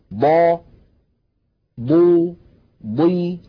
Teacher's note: يتجلى في الحرف المكسور، لما نقول مثلا ضا ضو ضي، حتى عندما تكون الضاد مكسورة تكون ضخمة مفخمة تماما